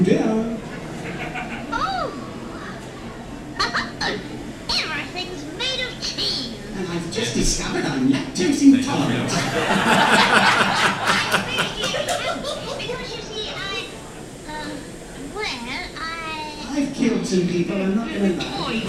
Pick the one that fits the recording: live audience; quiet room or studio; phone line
live audience